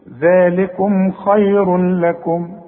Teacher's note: تدغم التنوين في اللام وما يبقاش عندك غنة، بدون غنة ما تغنش، ذلكم خير لكم، شوف خير لكم. · Term: ادغام كامل بدون غنة